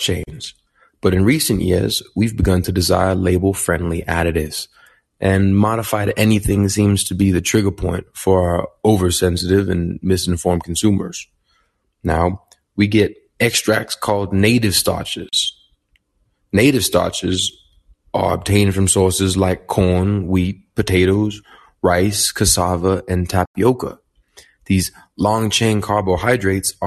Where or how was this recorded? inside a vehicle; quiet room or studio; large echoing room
quiet room or studio